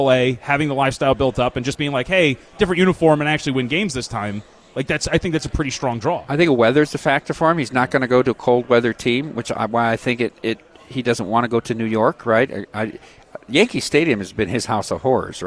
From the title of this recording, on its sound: LIVE AT CIRCA